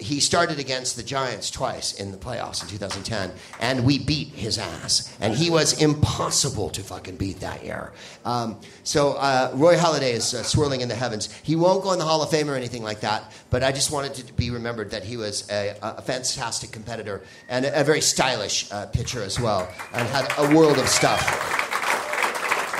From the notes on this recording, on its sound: Live from Comedy Works in Denver